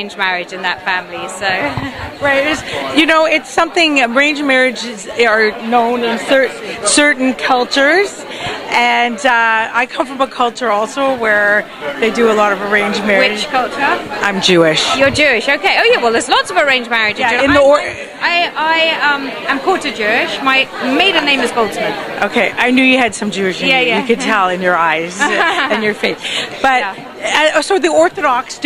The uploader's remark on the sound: Straight from the TIFF Red Carpet Premiere